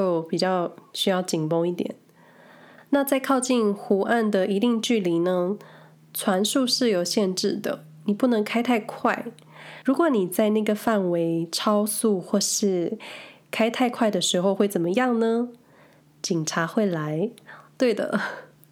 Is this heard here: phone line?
no